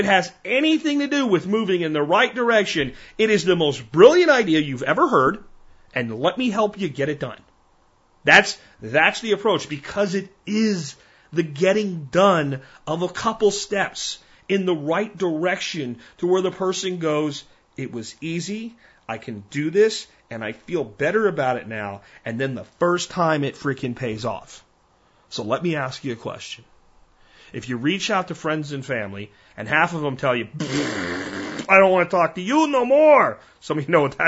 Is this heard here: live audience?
no